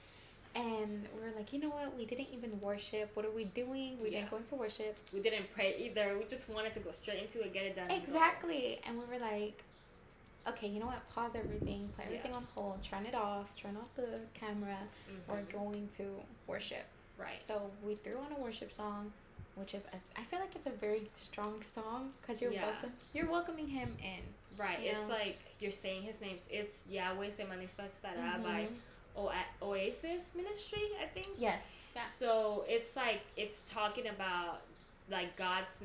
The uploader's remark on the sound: We had some background noise and technical difficulties so forgive us for that.